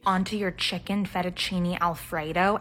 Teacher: Uptalk is when you come to the end of a sentence and instead of either remaining flat or lowering your pitch, you end up kind of rising pitch